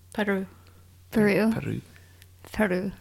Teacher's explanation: Oh, you're rolling the R.